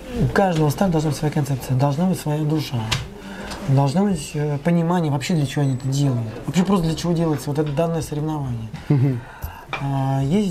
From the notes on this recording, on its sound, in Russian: Записывал Ростове, на Mad Fox Ultra.